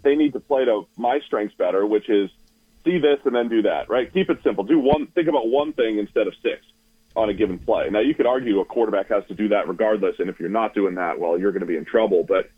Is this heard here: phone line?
yes